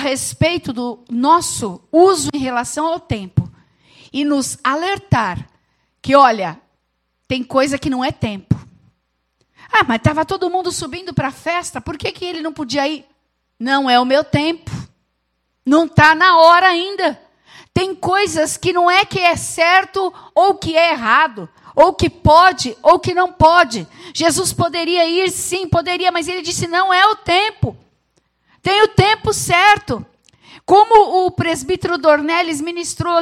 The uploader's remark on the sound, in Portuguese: Gravado no Culto da Família